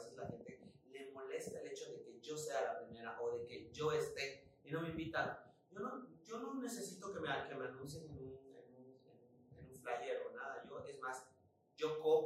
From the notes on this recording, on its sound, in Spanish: el audio nos quiso hacer la gatada